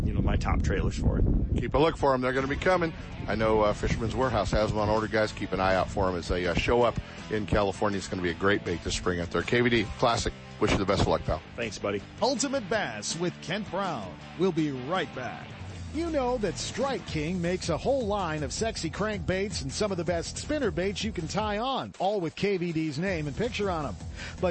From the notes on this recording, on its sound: Live From Bassmaster Classic in Knoxville TN